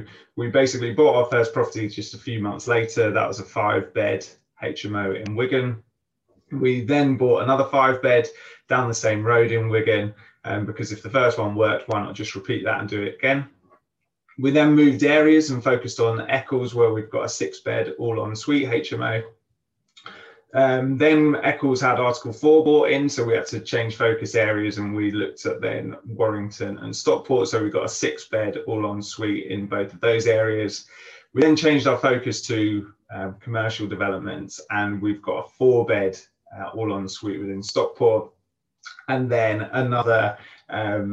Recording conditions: video call